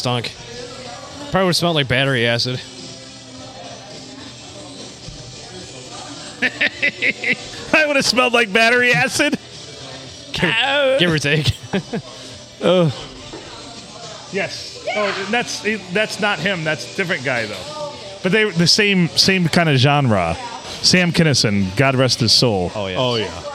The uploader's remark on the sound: Recorded at Ye Olde STD in front of a lively crowd on a Sunday evening.